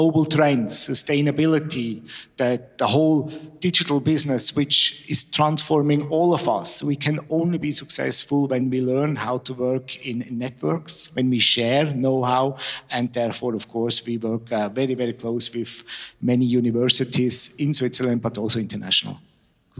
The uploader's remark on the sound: Recorded at the European Coffee Symposium last month in Barcelona. The final two interviews from the 5THWAVE Live sessions - recorded at the European Coffee Symposium last month in Barcelona.